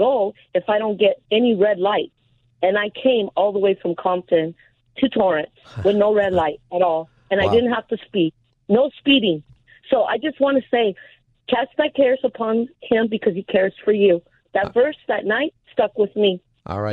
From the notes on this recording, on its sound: takes your calls for Open Phone Friday